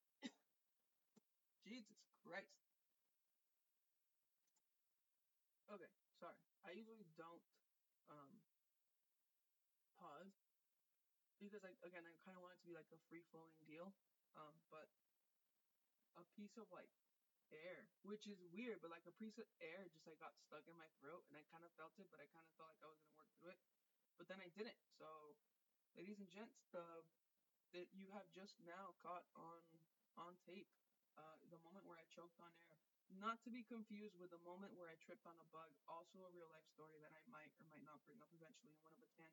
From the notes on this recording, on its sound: A very low volume. With live commentary following the Chivas game going on at the moment of recording.